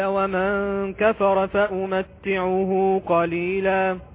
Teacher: الغنة رفيعة، الغنة مرققة